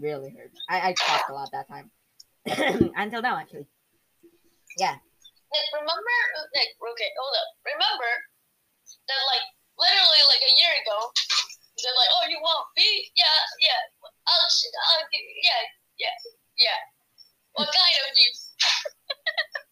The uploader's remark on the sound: Sorry for the weird crackling.